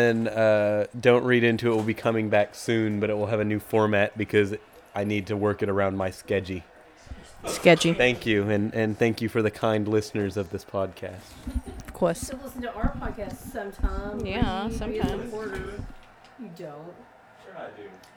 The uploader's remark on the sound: Keeps up our annual tradition of having a lot of background noise.